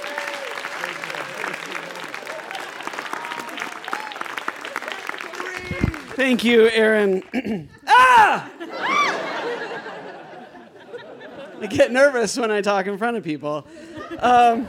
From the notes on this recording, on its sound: He told this story live at our 9th anniversary show on 20 March 2019 at Buntport Theater.